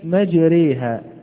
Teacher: فلو أنها ألف لكانت مجراها، ولو أنها ياء لكانت مجريها. فهذه الألف الممالة وقعت بين الألف والياء، وهي ألف ممالة، لا نقول ياء ممالة ولكن نقول ألف ممالة، فهي فرع عن الألف الأصلية، فهي فرع عن الألف الأصلية.